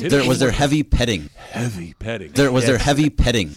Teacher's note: he hits the H way too hard